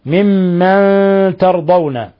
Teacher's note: نون ساكنة جاء بعد حرف التاء الحكم التجويدي إخفاء حقيقي